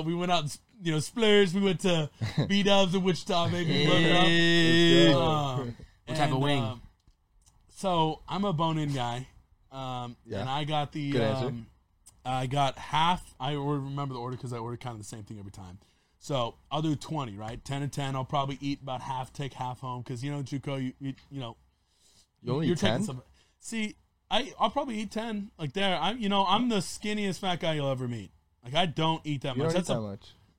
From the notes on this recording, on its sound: in the truck